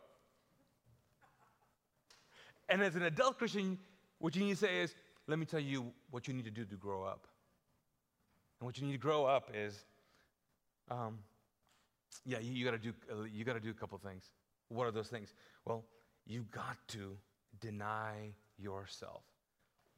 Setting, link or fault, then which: setting, large echoing room